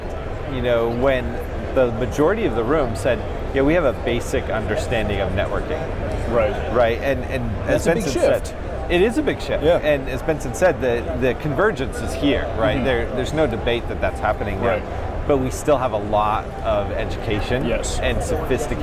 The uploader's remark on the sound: Live from InfoComm 2016. Is live from the show floor of InfoComm 2016.